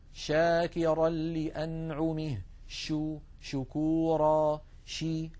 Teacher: الشين لا ينقفل المخرج عند النطق بها، بل يبقى مفتوحا يمر منه الصوت